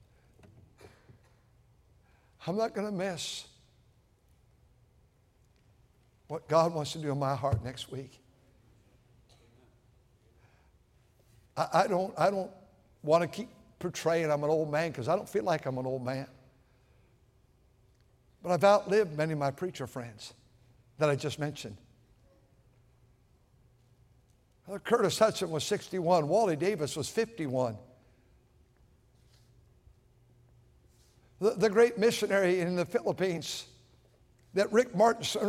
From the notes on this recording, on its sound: at North Valley Baptist Church in Santa Clara, California, during the Sunday Evening service on February 25, 2024.